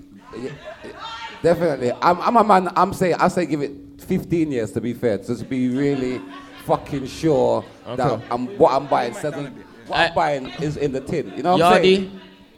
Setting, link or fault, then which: setting, live audience